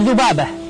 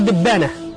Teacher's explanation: فمثلا الذال يقلبونها إلى دال · Shown in: second take · مثل ذبابة، المصريون ينطقونها دبانة، فأصلها معروف لأن عندهم قاعدة قلب الذال إلى دال.